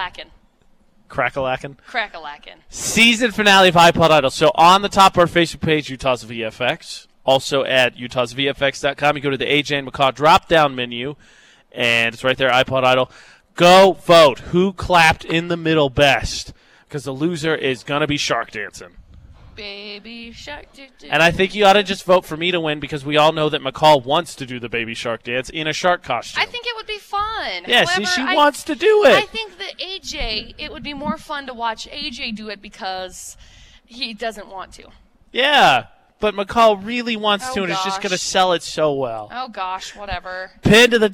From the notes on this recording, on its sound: Broadcasting live from Malad High School to kick off their Back 2 School Tour!